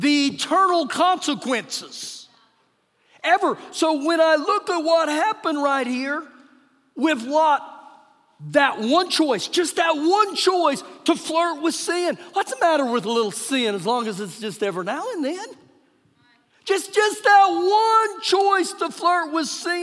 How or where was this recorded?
large echoing room